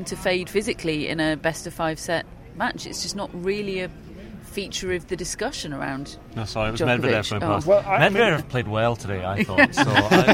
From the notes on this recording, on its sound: Live from Wimbledon Day 12.